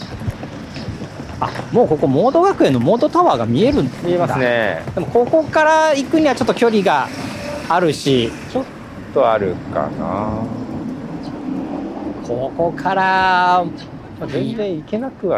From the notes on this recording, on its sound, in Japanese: ロケ収録 モーニングを求めて名古屋駅西を歩く。